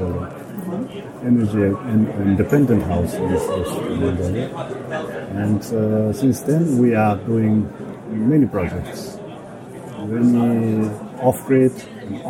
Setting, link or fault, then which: setting, busy venue